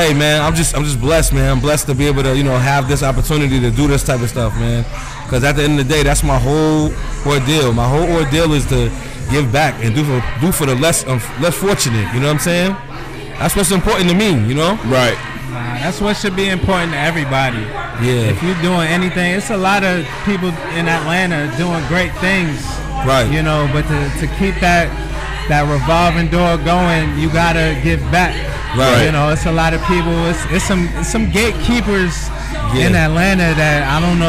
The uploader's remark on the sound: New Episode recorded LIVE at the 93.9 Power Hitz Radio Christmas Toy Drive..